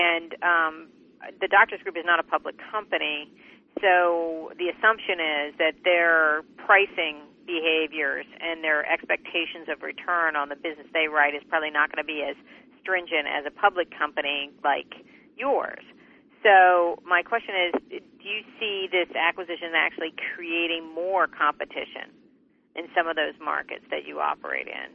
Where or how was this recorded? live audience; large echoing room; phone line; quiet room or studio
phone line